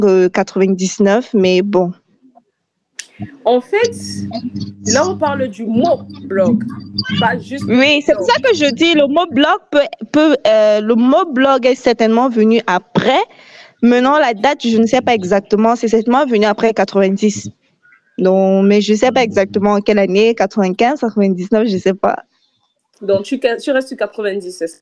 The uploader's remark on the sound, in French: Vous le remarquerez, il y'a des blancs. Ceci est dû au fait que la qualité de la connexion n'était pas au rendez-vous et cela a influencé l'enregistrement.